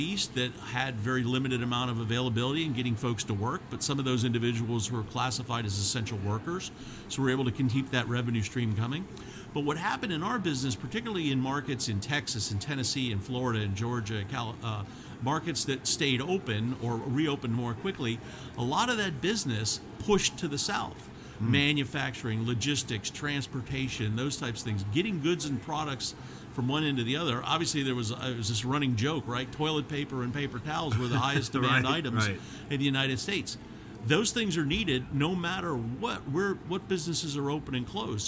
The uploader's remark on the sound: Podcast Zone at Franchise Expo South 2023. Today, we’re live in the Podcast Zone at Franchise Expo South in Fort Lauderdale, FL!